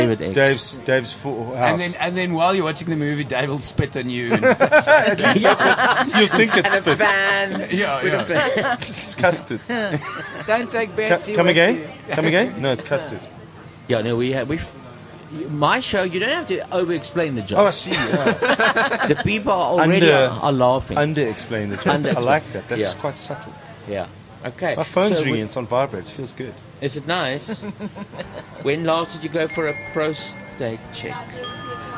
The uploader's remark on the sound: Live from the Lifestyle Home Garden